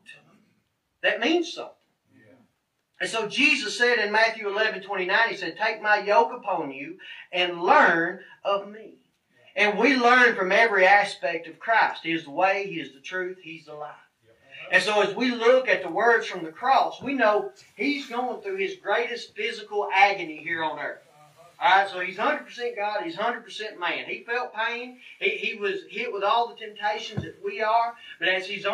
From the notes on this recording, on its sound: This sermon was recorded from the pulpit of Mars Hill Cumberland Presbyterian Church in Pottsville, Arkansas. Fall Revival.